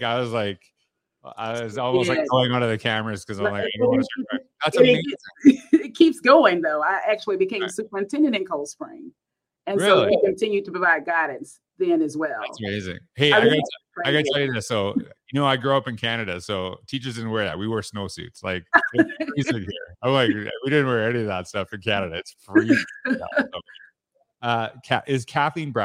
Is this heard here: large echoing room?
no